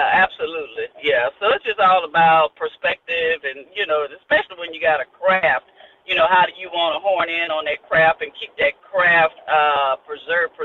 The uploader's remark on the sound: with call in guest from around the world